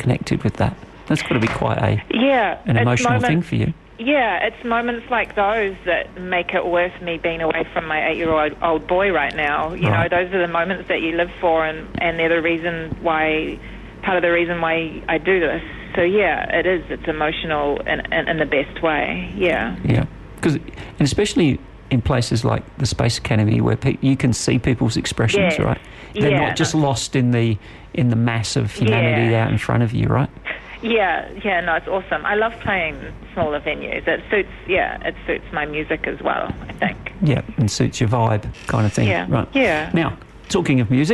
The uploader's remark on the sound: On the phone LIVE from Auckland